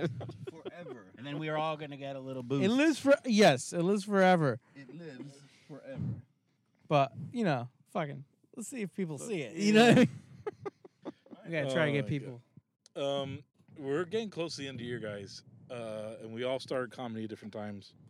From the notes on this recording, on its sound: we are in the car